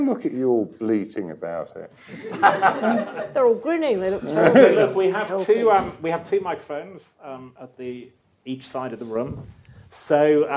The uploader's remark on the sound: At a Guardian live event held in – guess where – London.